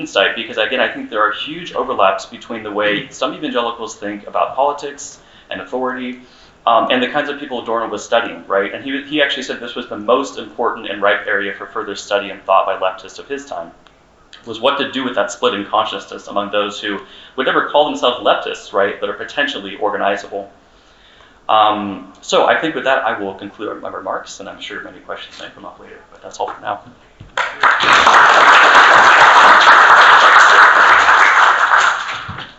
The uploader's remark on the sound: session recorded at Socialism 2022